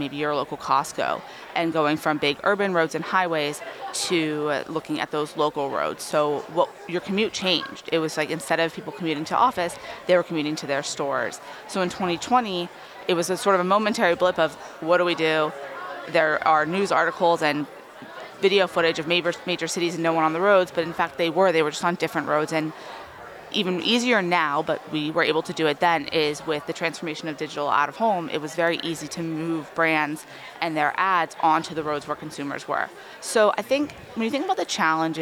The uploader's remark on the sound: Recorded live at Advertising Week New York 2023.